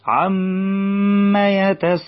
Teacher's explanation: فنعمل غنة مع الميم من كلمة عم، ونعمل مد في الألف اللي في النص من كلمة يتساءلون بعد السين، لو انت فاتح مصحف معايا يعني، تمام، ونمد المد دوت أربع أو خمس حركات، ويبقى التلاوة الصحيحة عما يتساءلون.